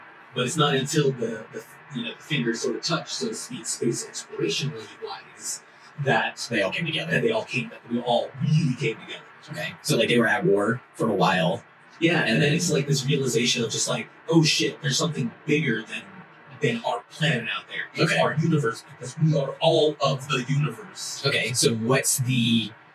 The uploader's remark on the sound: Audio is not up to snuff due to technical issues